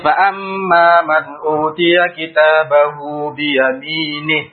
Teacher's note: Maka mad silah sughra, hukumnya dua harokat ketika wasal, ketika disambungkan.